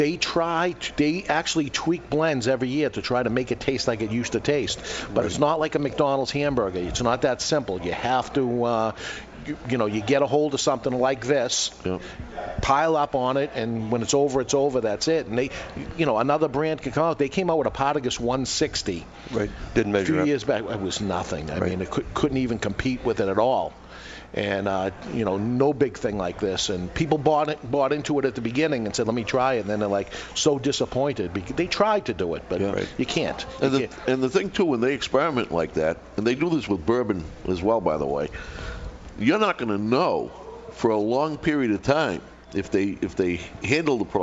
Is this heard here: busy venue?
yes